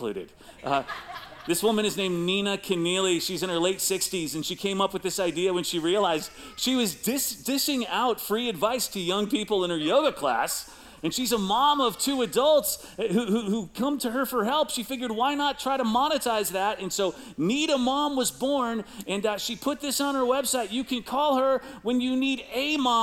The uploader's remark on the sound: Recorded live at CrossWinds Church on May 14, 2023.